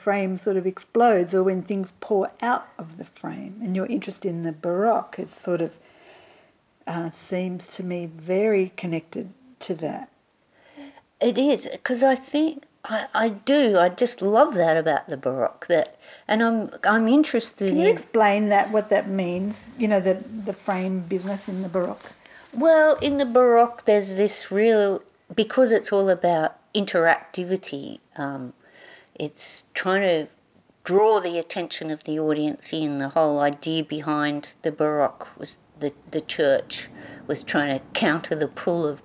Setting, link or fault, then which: fault, sounds in the background